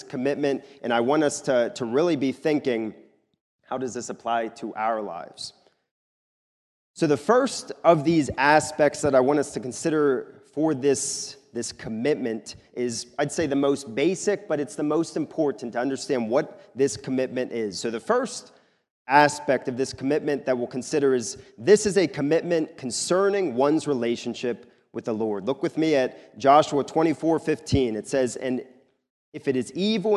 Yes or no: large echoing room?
yes